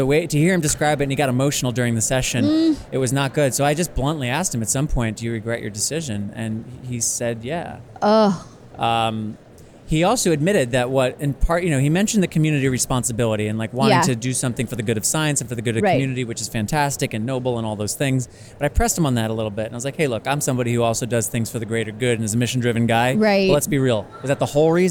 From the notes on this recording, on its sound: live from The Science Fair!